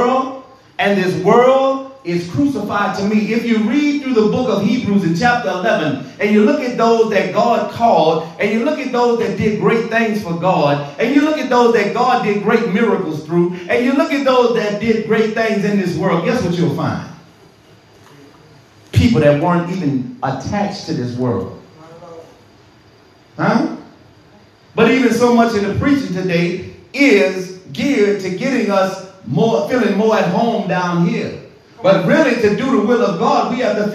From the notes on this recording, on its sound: This sermon was recorded in the sanctuary of True Vine Missionary Baptist Church